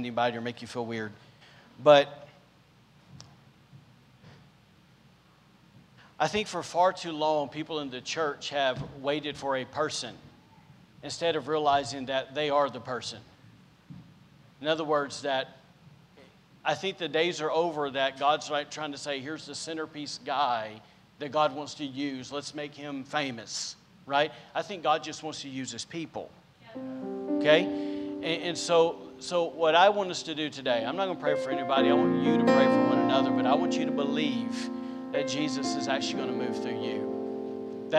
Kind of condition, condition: setting, large echoing room